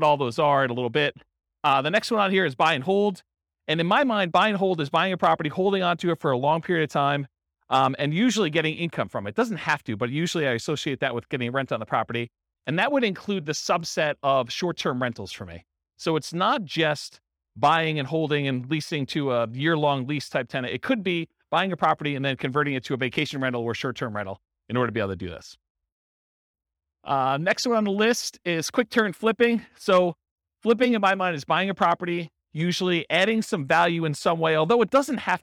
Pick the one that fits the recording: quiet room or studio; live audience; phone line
live audience